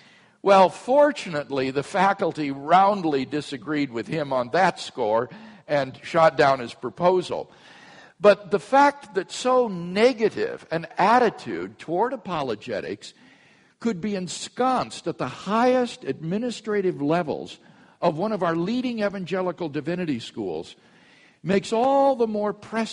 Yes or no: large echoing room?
yes